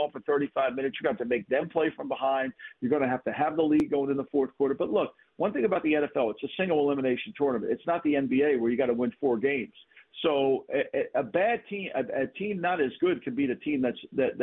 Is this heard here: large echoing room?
no